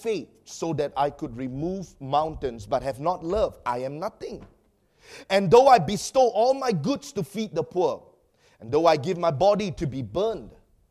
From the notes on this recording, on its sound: preached during our Sunday evening service